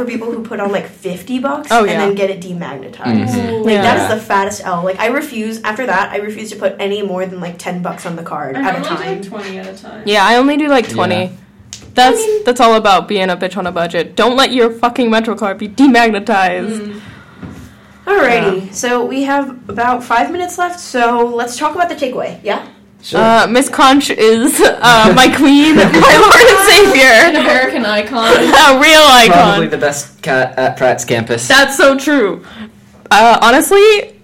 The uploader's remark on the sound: We got bad audio but good vibes.